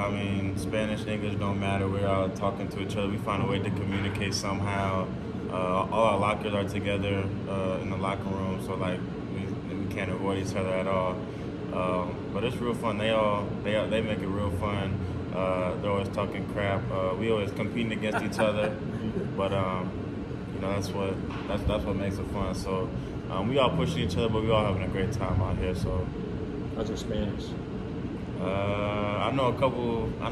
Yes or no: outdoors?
yes